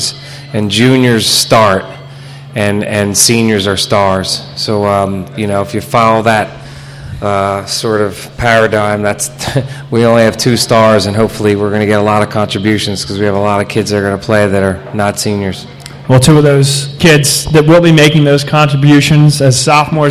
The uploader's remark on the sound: We took to the road to Magerks in Fort Washington, for the La Salle Basketball Tip Off Show.